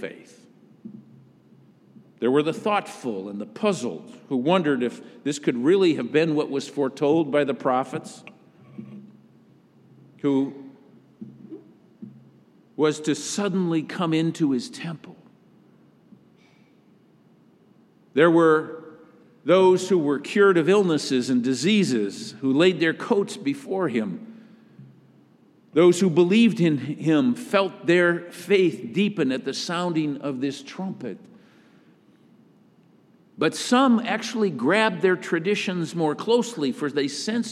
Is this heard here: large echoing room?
yes